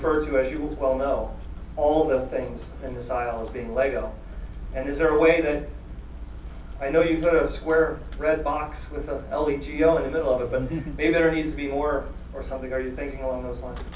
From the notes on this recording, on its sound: The BrickFest 2005 Keynote speach.